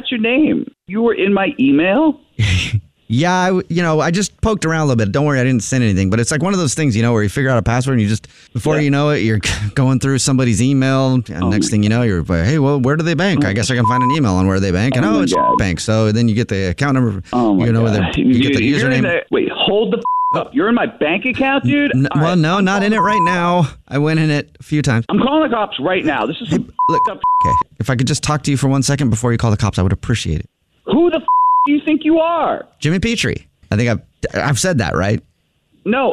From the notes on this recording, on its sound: stole your password in this Phone Prank!